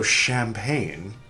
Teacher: And then another 1,000 years went by, or whatever, another 800, 700 years went by, and the French gradually changed their pronunciation of CH from Ch to Sh. And so champagne got imported into English with the CH sounding like Sh